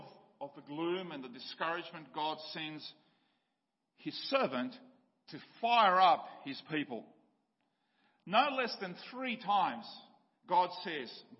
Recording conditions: large echoing room